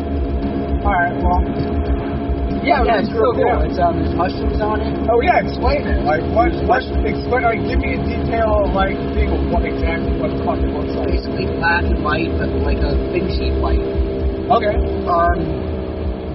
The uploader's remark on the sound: Car, driving to Bloomsburg Skatepark. A 45-minute drive while taking the back way.